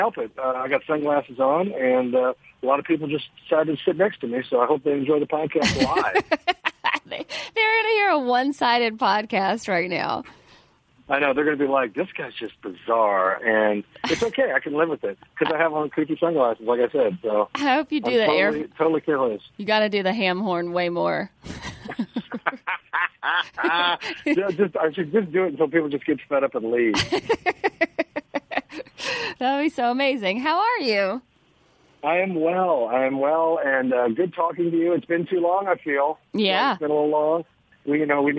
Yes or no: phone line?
yes